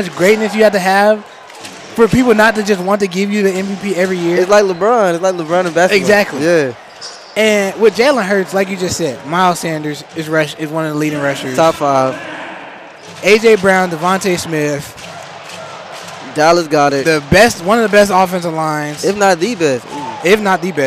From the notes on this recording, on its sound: Live From American Airlines. Live from the American Airlines Center.